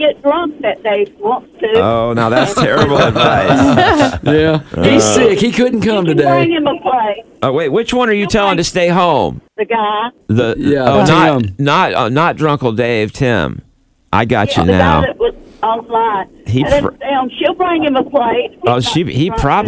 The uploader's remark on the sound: Listeners call in with comments on Group Therapy..